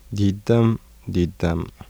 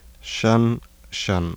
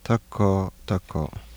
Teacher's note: Low front unrounded vowel becomes higher mid-central unrounded vowel between consonants.